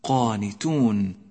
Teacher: رقق حرف التاء في كلمة قانتون ولا تفخمه